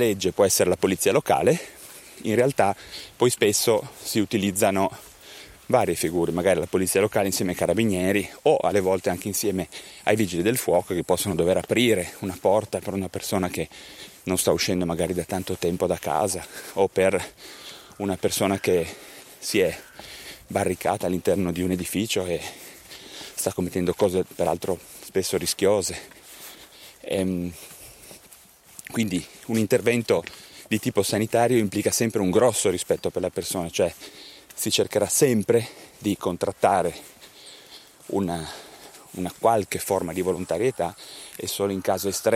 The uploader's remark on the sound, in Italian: In questo episodio registrato in mobilità durante una passeggiata vicino a Cuneo.